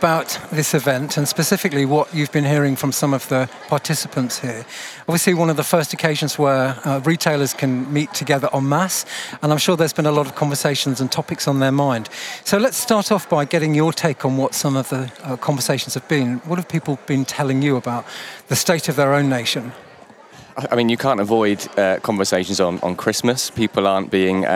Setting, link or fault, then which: setting, busy venue